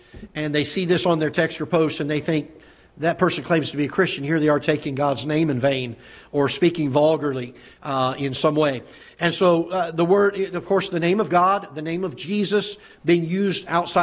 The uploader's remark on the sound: Ketha Heights Baptist Church ~ Live Broadcast